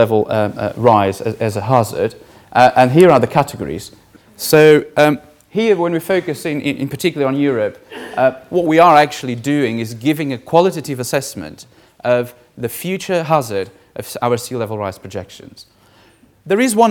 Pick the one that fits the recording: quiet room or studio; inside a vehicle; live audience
live audience